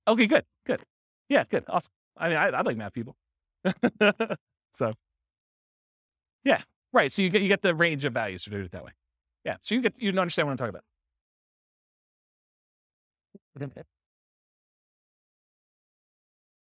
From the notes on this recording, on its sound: This was a live class recorded